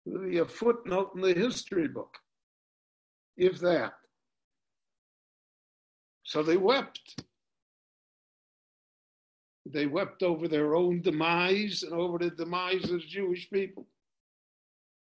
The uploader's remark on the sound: This shiur was given LIVE in Jerusalem via Zoom.